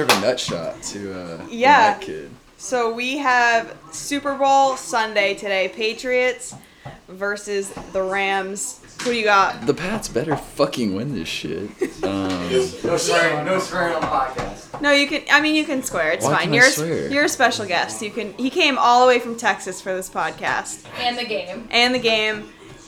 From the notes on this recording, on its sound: We are live from Boston pre Super Bowl and it starts to get rowdy.